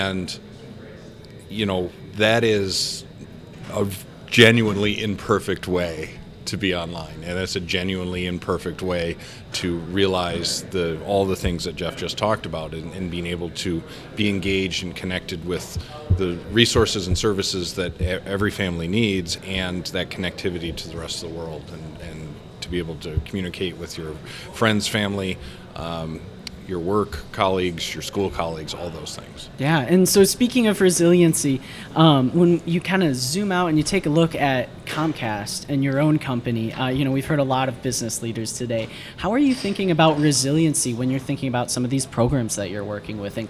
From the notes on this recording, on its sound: This episode was recorded live at the 2023 West Michigan CEO Summit.